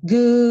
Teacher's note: Esse D é uma consoante oclusiva, significa que ela corta esse som.